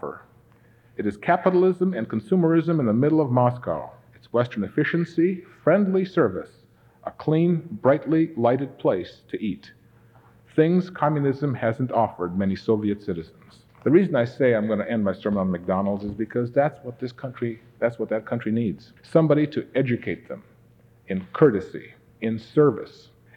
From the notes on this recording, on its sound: This episode was recorded 33 years ago at the Ambassador Auditorium in Pasadena, California.